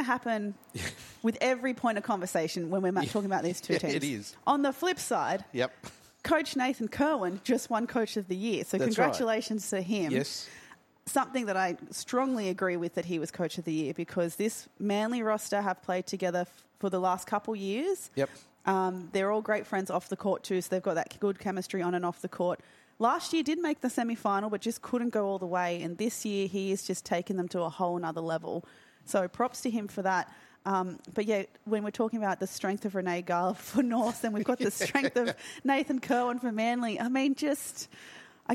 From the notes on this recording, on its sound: LIVE NBL1 East Women's Grand Final pre-game podcast from Brydens Stadium